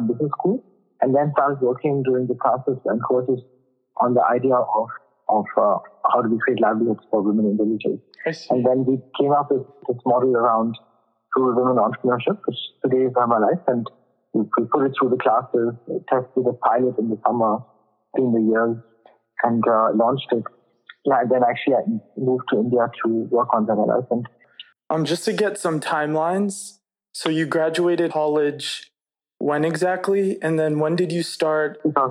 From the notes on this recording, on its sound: This was one of my very first recordings - so the audio quality is not as good as it should be (recorded via phone).